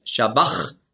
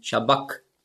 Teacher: Und das CH im Griechischen, das ist ja ein Buchstabe, das Chi, das hat man ausgesprochen so wie ein C hinten im Gaumen · Shown in: second take